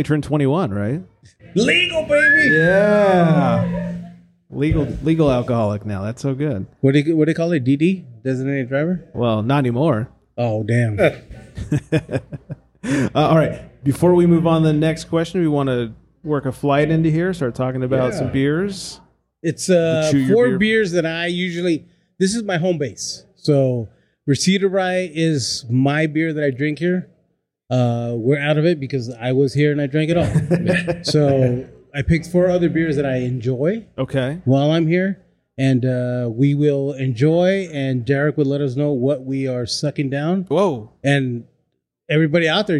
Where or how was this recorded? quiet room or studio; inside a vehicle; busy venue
busy venue